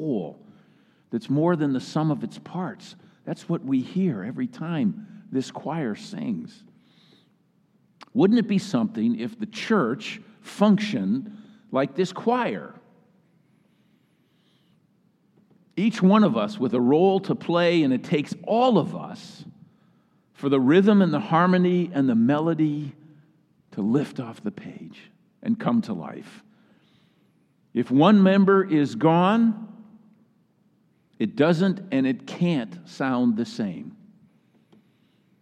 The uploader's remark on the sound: Message delivered during the Choir Sunday Celebration in the Traditional Worship Service.